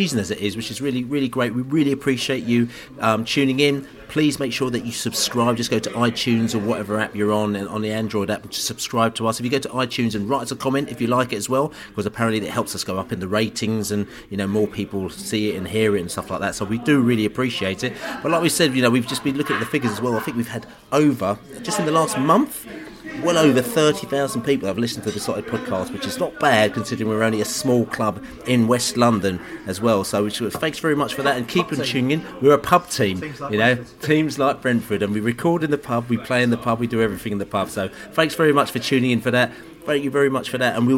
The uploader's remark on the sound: Reading pre-match podcast from the pub.